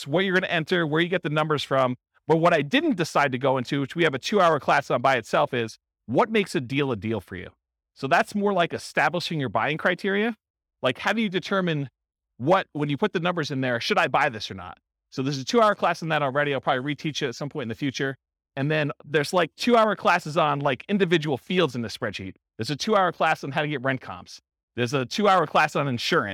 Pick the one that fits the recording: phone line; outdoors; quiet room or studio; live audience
live audience